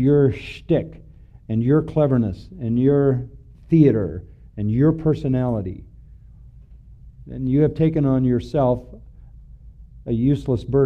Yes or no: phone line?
no